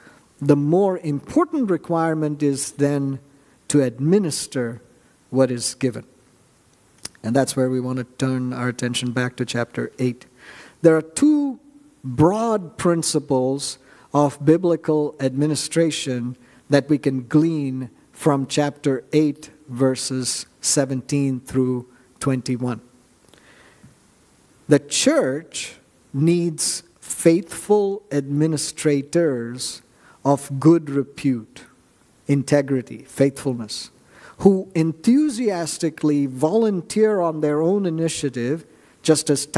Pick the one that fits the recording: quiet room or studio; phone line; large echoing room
large echoing room